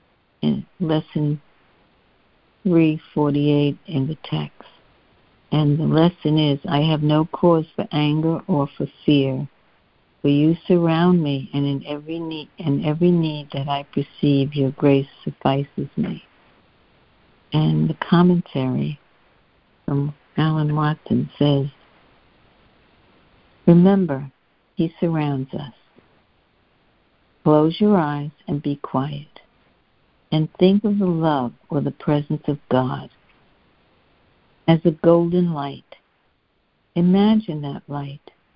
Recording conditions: phone line